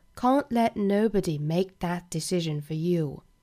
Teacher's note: 我们注意有很多的这个 t 的省读，包括 make 这个 k 的一个失去爆破、啊、所以说后面半句应该是 Can't let nobody make that decision for you.